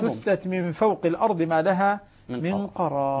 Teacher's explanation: لو أن بدأنا بكلمة اجتثت، يجب عند جميع القراء أن نبدأ بها بالضم